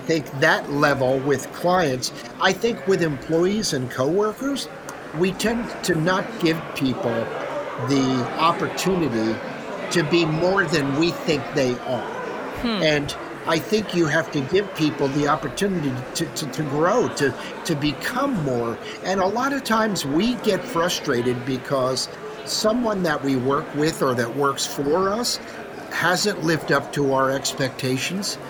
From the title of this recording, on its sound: Live From The Salon Owners Summit 2023